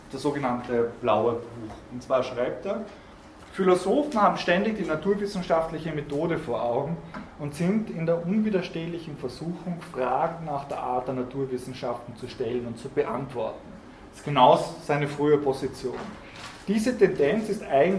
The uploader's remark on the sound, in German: Diese Vorlesung wurde von Studierenden aufgenommen